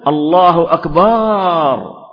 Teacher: كذلك من الألفاظ غير السليمة أكبر، يريد أن يمد، خاصة بعض الأئمة يريد أن يمد حتى يسمع الآخرين، فيتولد معه ألف بعد الباء